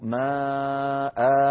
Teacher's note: إذا وقفوا على ماء المنصوبة قالوا ماء بألفين · Term: مد العوض